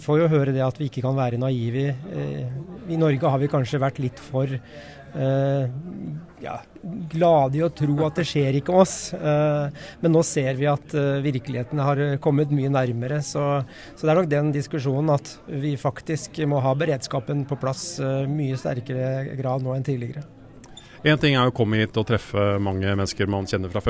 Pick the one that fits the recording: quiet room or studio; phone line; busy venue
busy venue